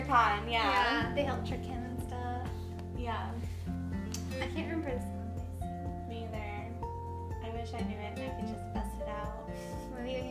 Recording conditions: sounds in the background